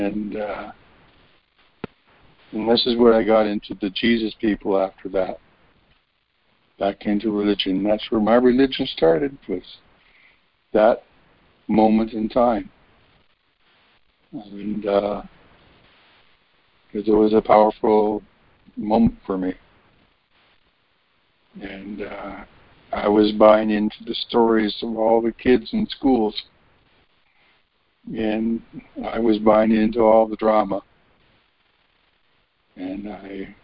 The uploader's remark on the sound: ACIM Daily Conference Call